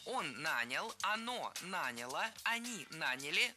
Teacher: Ударение в этом слове падает на первый слог во всех формах прошедшего времени, кроме женского рода. Он нанял, оно наняло, они наняли, но она наняла.